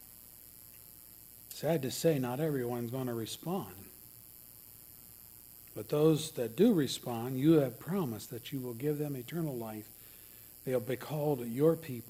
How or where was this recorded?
large echoing room